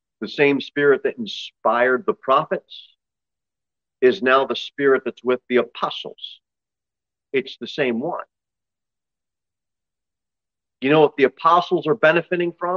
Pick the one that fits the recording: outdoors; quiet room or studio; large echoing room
large echoing room